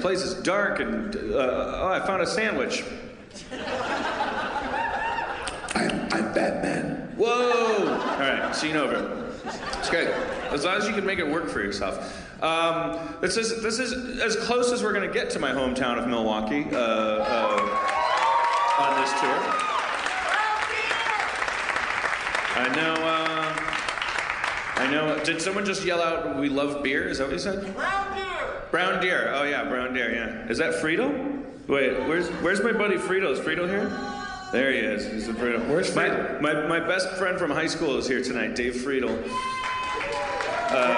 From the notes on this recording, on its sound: Madison, WI. The audience shouts weird things!